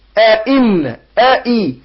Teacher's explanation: همزتين همزة مفتوحة وهمزة مكسورة أحقق الاثنين